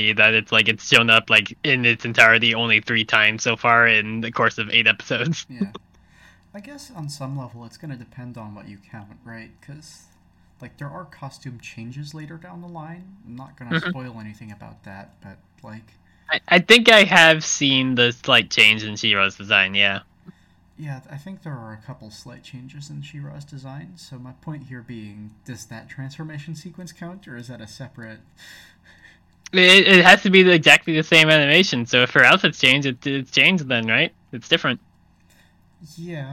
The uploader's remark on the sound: Also, it's the beach episode! There were significant audio problems with the recording of this episode, resulting in a tinny sound, as if we were being projected from an old speaker.